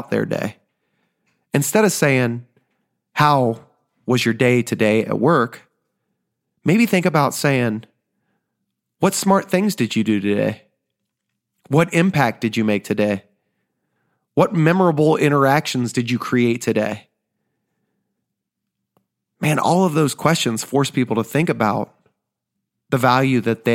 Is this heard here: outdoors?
no